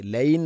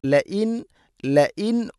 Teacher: ലൈൻ അല്ല ലഇൻ ല E Hamza ഉച്ചരിക്കണം. തൊണ്ടയുടെ താഴെ ഭാഗമാണ് മഖ്റജ്. · Shown in: second take